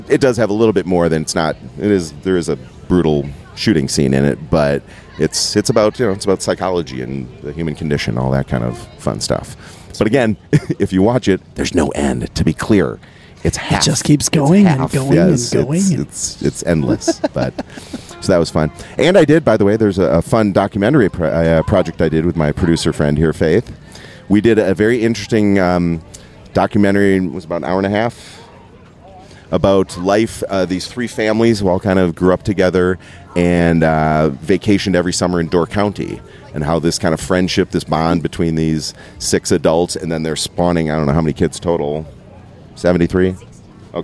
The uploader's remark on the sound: Coming to you from the Hodag Hermitage Festival in Rhinelander Wisconsin